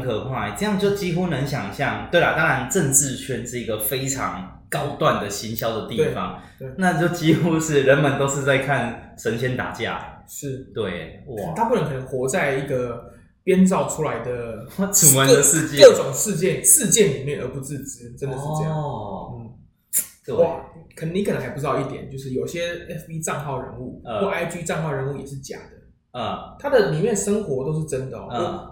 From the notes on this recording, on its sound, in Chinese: 因為錄音空間關係，回音較重，請聽眾多多見諒。